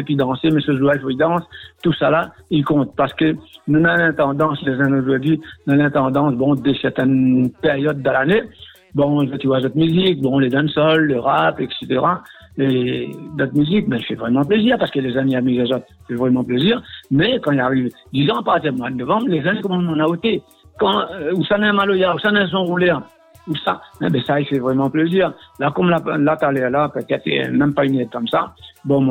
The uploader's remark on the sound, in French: par téléphone